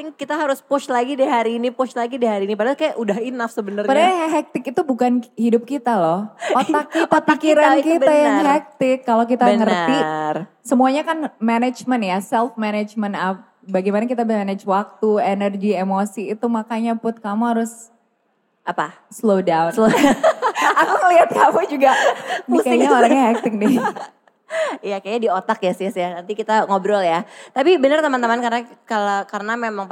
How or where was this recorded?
live audience